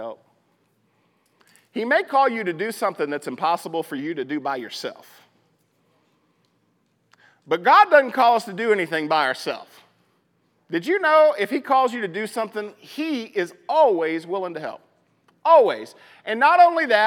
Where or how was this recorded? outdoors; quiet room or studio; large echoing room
large echoing room